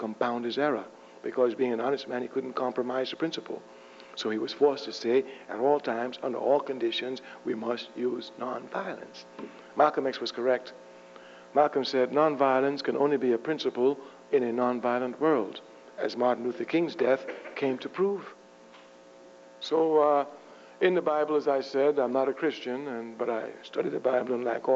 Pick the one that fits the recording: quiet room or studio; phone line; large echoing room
large echoing room